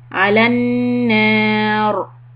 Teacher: When you stop on ra with a sukun, it's going to be heavy. The ra kasra is soft, but when you stop, now it is changing to heavy sound because there's a fatha on noon.